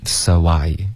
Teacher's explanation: so 跟 I 之间添加一个 W 音